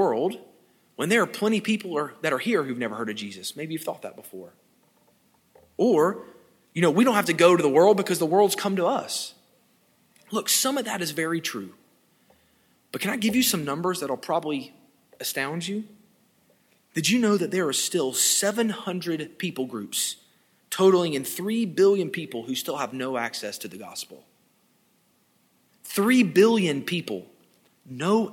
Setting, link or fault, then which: setting, large echoing room